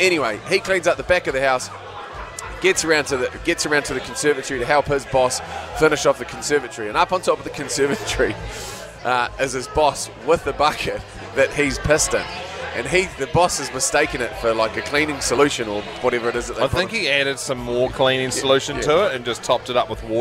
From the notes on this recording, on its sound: This one's a throwback to when we broadcasted live from a pub.